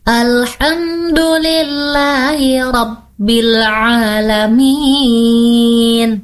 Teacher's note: Coba deh adik-adik ketuk alaminnya, minnya tuh apa, empat ketukan